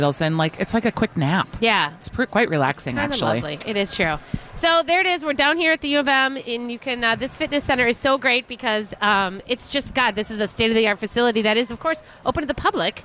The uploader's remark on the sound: Live at Fit Fest!